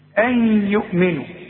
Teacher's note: نون بعدها ياء، حكمها إيه؟ إدغام، إدغام بغنة، نون بعدها ياء أغن، أوعى تنسى الغنة.